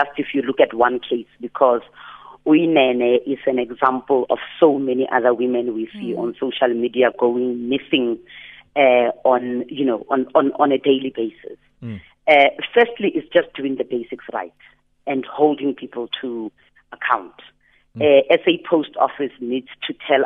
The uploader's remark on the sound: TELEPHONE INTERVIEW